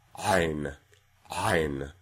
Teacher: The name of it is pronounced Ayn. And that beginning sound of Ayn is essentially a pharyngeal, a voiced pharyngeal or epiglottic fricative